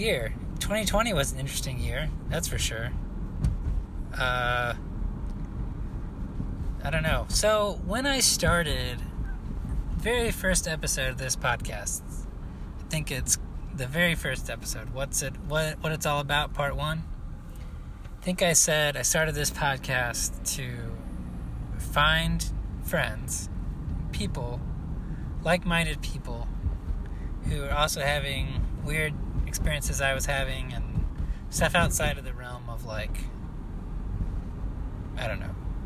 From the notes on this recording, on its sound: Talking in my car, driving around the airport, pulling out of the parking lot